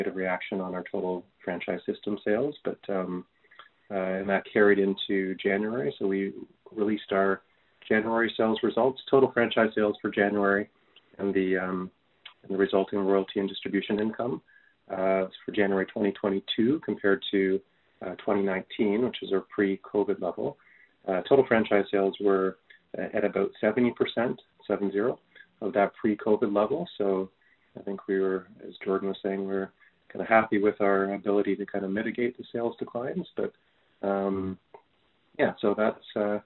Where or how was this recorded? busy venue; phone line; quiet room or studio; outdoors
phone line